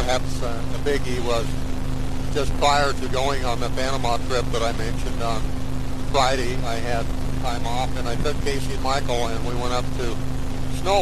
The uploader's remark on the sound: Driving Home from work